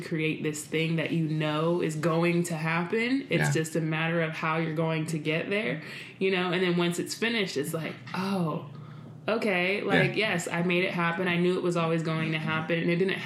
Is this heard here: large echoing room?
no